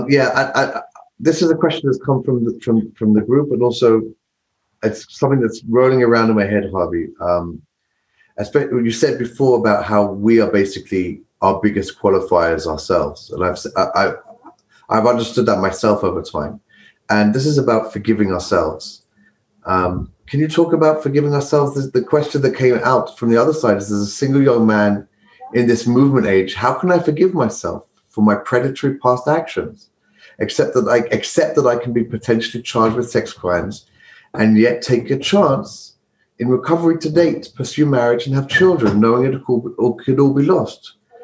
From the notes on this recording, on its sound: took us on a zoom journey